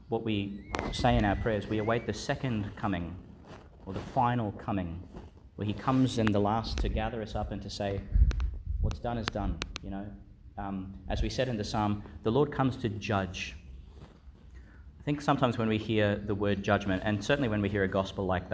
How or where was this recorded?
large echoing room